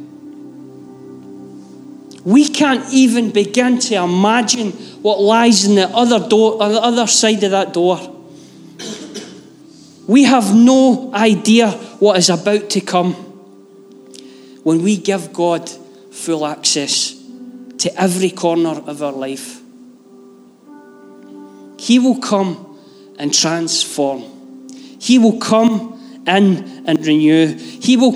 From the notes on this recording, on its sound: Live from our Sunday gathering on 06/11/22